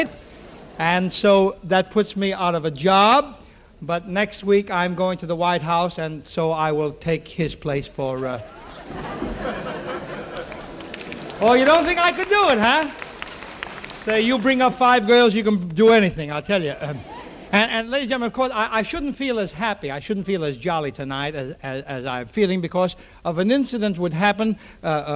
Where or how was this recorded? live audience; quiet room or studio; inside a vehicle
live audience